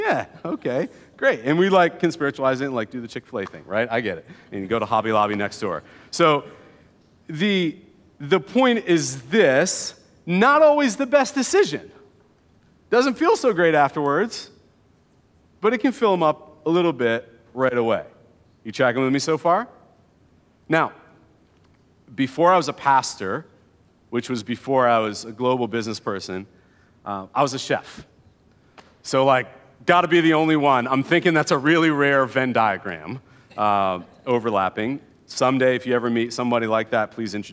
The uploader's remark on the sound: keynote address from 2022's Evergreen One Day event